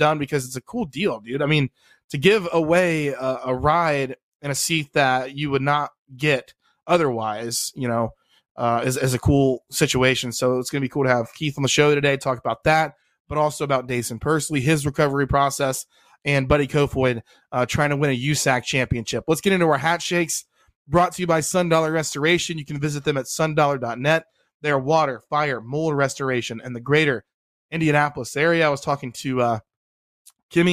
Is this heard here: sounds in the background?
no